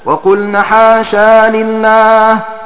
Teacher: قرأ أبو عمرو بإثبات ألف بعد الشين في حال الوصل